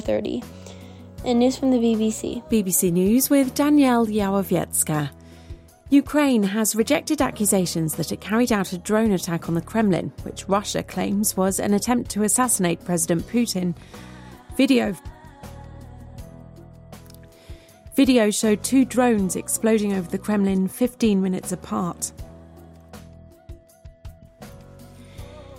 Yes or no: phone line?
no